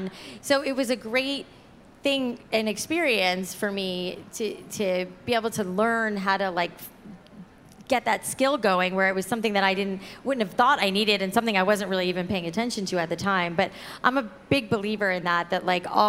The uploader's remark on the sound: Live at Create & Cultivate Chicago. From front stage.